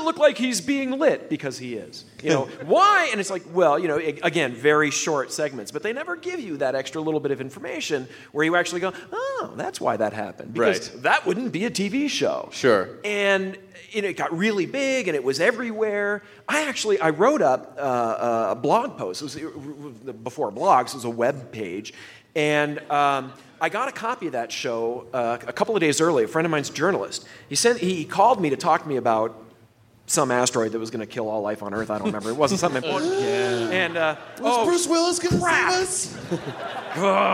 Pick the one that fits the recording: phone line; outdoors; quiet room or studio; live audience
live audience